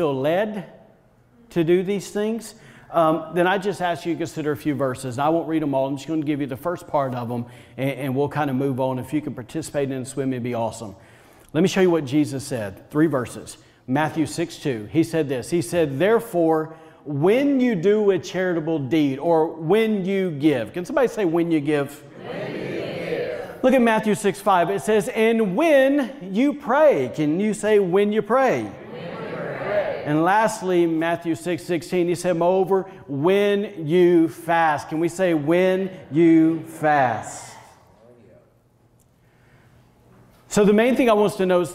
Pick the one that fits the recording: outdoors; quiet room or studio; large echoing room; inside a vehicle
large echoing room